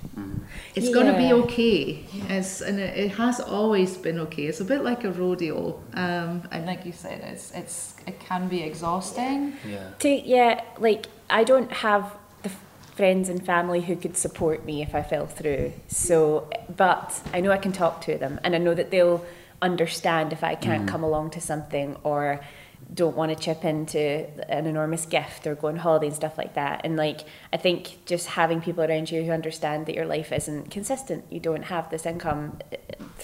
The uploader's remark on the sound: Special live episode. This episode was recorded on Sunday the 8th of October at the HB Film Festival.